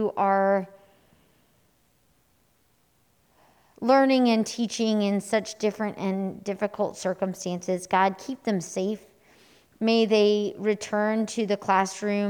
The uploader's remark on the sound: Here is our audio recording from this morning’s in-person worship service.